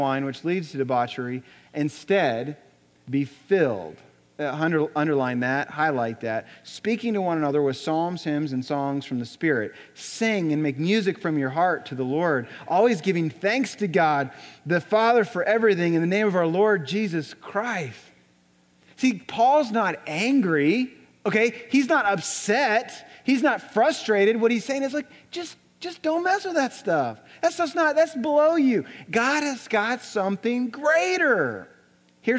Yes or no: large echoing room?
yes